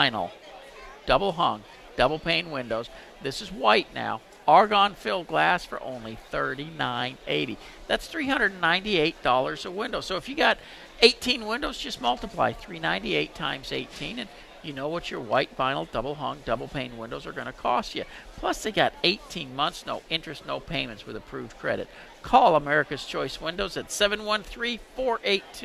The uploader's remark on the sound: Home Improvement show live from the Fort Worth stock show!